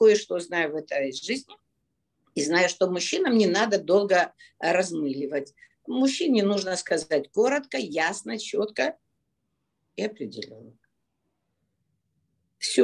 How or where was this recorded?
video call